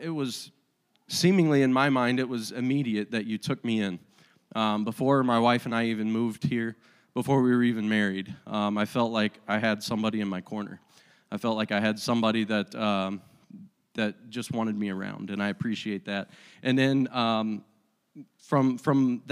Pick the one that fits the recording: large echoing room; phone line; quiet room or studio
large echoing room